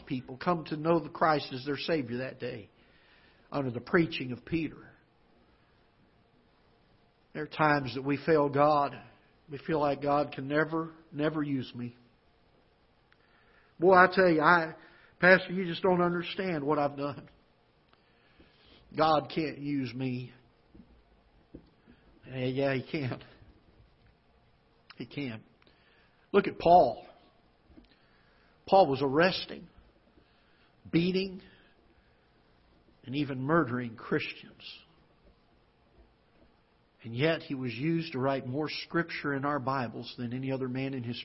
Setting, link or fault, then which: setting, large echoing room